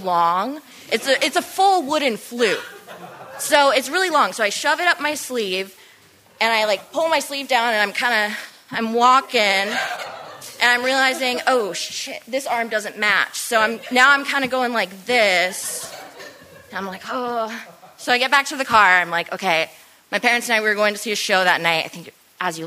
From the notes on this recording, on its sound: Taken from our June 2023 Live Story Share. Stories Recorded Live. At New Prospect Theatre. At Champion Street Sound Studios.